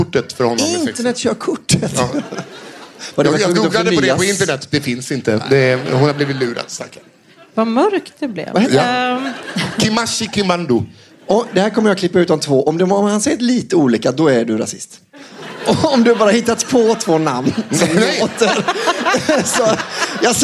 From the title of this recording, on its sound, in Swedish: Live på Scala